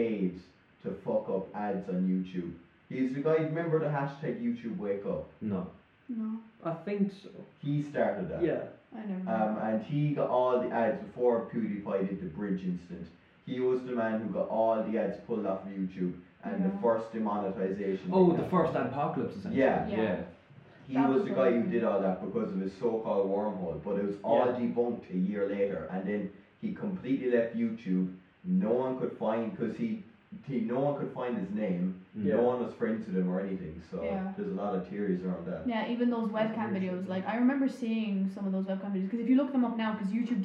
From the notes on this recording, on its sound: audio quality still a little shit